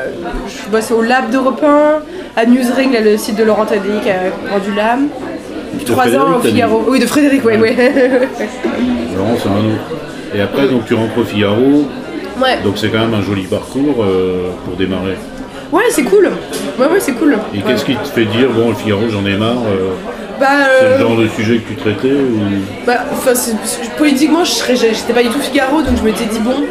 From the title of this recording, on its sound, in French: au bar le Progès